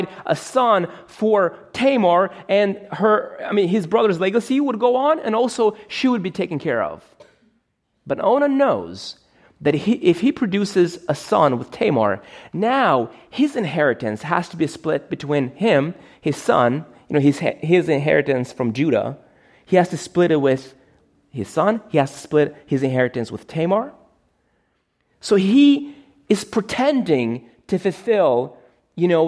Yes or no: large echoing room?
yes